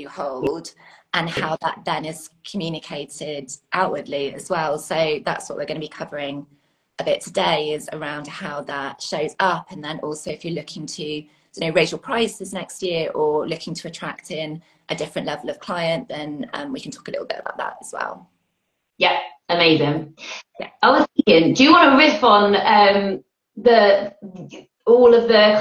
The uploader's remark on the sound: Welcome to the recording of this Instagram live